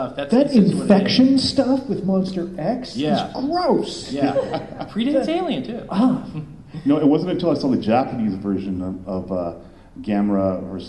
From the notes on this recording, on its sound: Tapes before a live studio audience.. By studio I mean convention crowd. Stan Lee’s Comikaze in Los Angeles California.